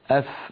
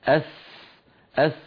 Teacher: الفاء يا إخوة ضعيفة، تركيبها ضعيف، أف بينما السين قوية فيها صفير أس